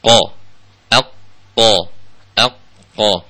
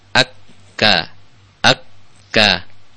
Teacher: Jadi qa-nya di dalam, ya. Qa, aq, qa, aq, qa. Kalau ka agak maju.